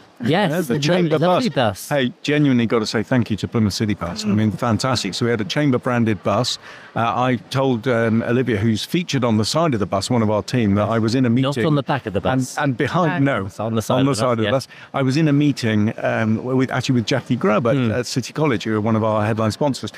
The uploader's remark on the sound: Live from Devon Business Show 2023. Produced by Fresh Air Studio, Plymouth.